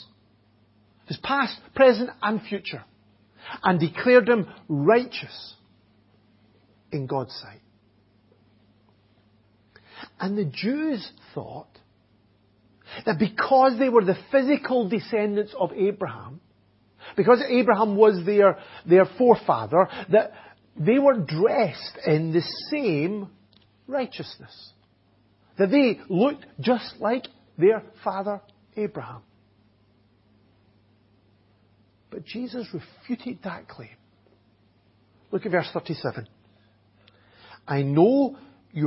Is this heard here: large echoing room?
yes